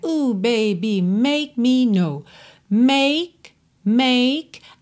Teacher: O K pode aparecer mais, menos ou nada. Como a gente tem um me depois, make me, você quase não ouve.